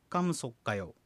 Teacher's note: 子音で終わる単語カムシと母音で始まる単語オッカヨっていうような組み合わせの時にカムソッカヨのような元の発音から変化する場合がある · Term: 連音